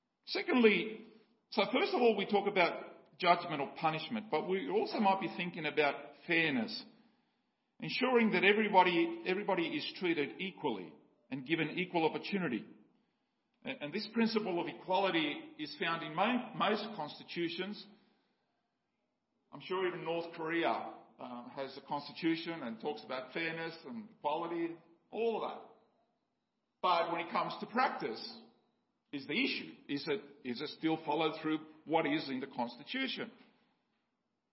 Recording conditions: large echoing room